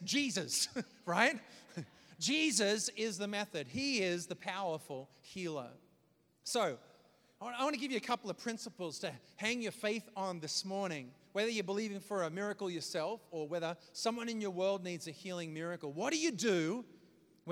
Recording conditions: large echoing room